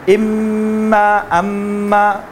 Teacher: با اور میم دونوں ہونٹوں کے ملنے سے